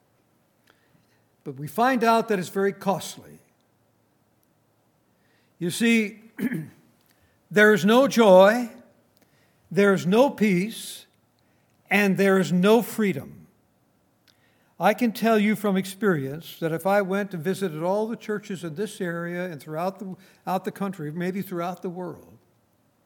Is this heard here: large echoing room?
yes